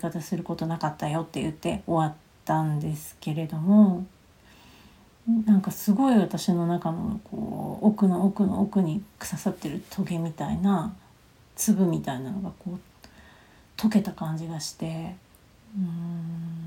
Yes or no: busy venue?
no